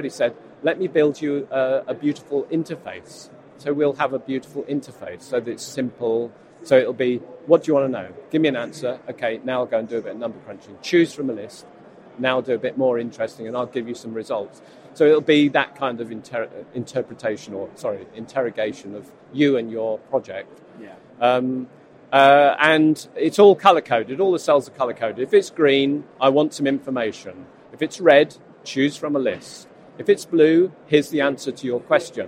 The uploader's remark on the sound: Conversations recorded at Futurebuild 2022